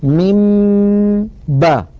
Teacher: الميم مفصولة تماما عن الباء من باء لا دمج بين الصوتين ولا خلط بينهما، لذلك هذا الأمر لا نستطيع أن نعتبره إدغاما كما أنه ليس بإظهار. · Term: الإخفاء